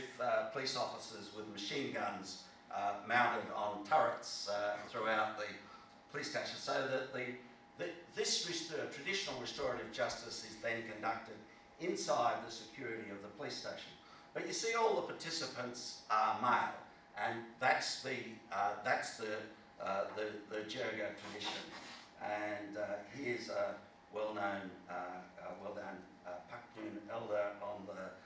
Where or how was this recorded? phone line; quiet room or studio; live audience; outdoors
live audience